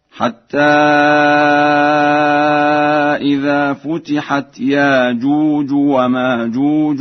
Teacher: قرأ ورش لفظ يأجوج ومأجوج بإبدال الهمزة فيهما